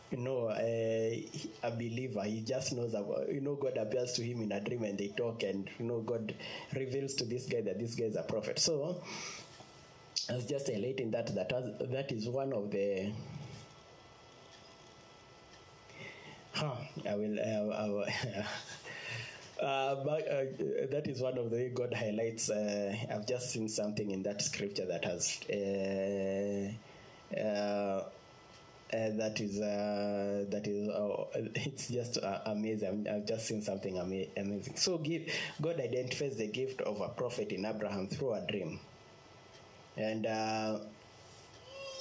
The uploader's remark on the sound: Preached on 2nd August 2020 at Infinite Fellowship Ministries